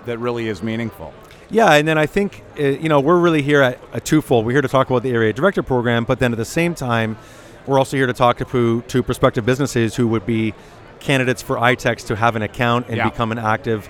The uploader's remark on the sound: Live from the floor of Toronto Franchise Expo 2019. Do a show live from the 2019 Toronto Franchise Expo.